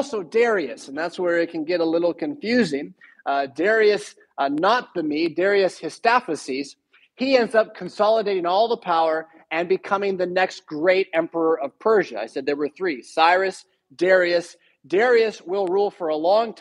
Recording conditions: large echoing room